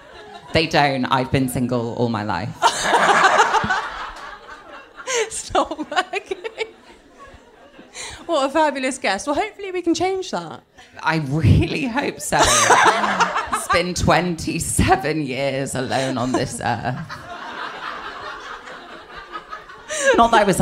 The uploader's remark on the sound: The recording of the LIVE Single Sounds show